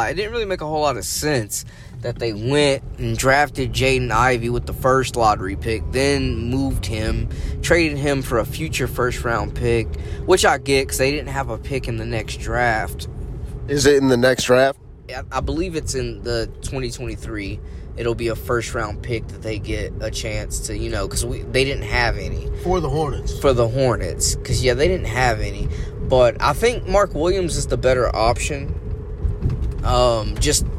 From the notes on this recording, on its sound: Go for a car ride. In this unedited raw audio file.